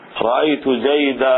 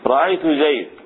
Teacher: قرأت كتاب، هذه لغة ربيعة، لكن جمهور العرب يقفون عليه بالألف، يقلبون التنوين ألفا في حالة الوقف · Shown in: first take · Term: لغة جمهور العرب